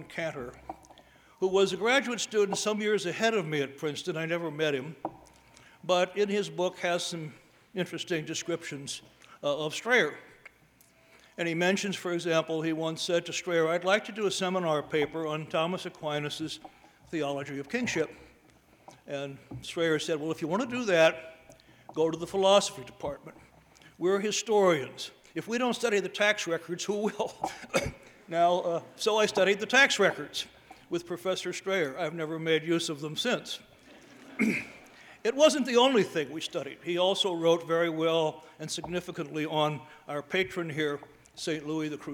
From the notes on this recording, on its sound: delivered the Commencement Address at the 2016 Commencement